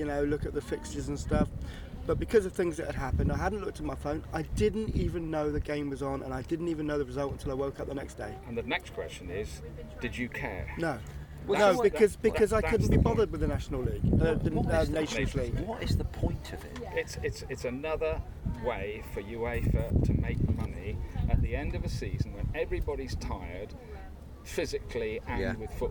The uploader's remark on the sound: headed down to the beach to record the podcast